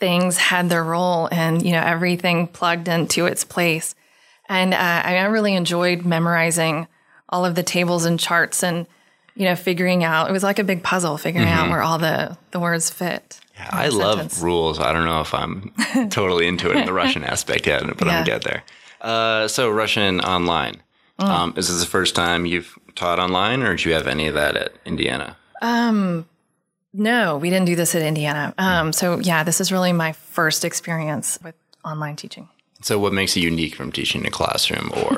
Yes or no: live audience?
no